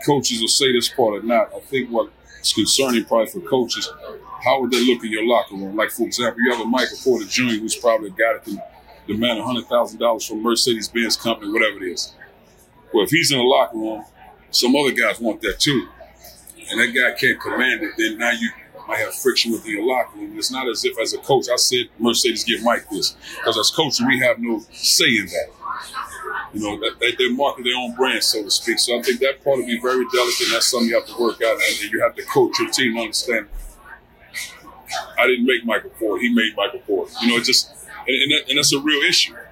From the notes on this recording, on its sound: You’ll hear background noise during the interview, even a server asking if we needed drinks.